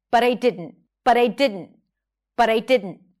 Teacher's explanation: Notice how she flaps the T. When the T is between two vowels, you flap it. · Term: flap T